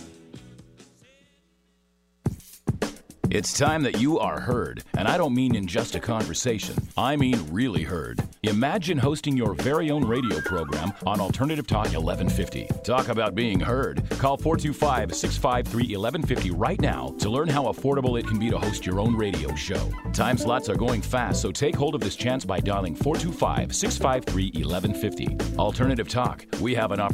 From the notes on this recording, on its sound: Enjoy this call in show